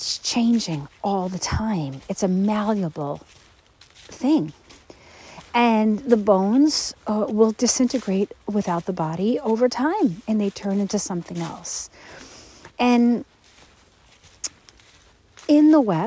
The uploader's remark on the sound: Enjoy the sounds of nature in this episode as I hike through the rain with my beloved Newfoundland dog while we're both smelling all the smells!